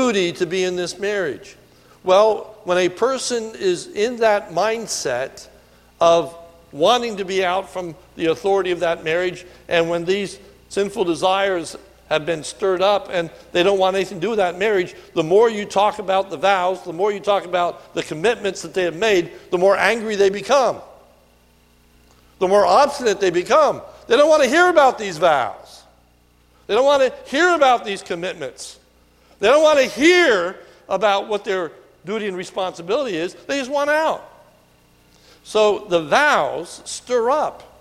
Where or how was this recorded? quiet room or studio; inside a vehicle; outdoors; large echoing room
large echoing room